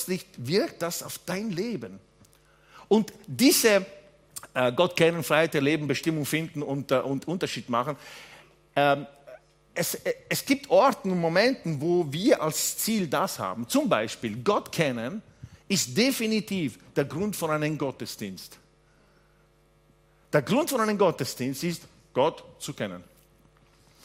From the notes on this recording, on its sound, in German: Gottesdienst live aus der LIFE Church Wien